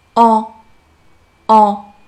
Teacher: Je suisdésolée, je ne vais pas avoir de deuxpièces dans cequartier-là.在今天的这段对话中，让我们来关注四个单词的发音。首先是要发好这个词，我们要掌握原因， A 还有 on 的口型要领。在发 A 的时候，嘴型应该是一个微笑状，嘴角朝两边裂开。A，A。而在发鼻音 on 的时候，也会感觉到口型张大，舌头往后缩，软腭下沉，让气流从鼻子中出来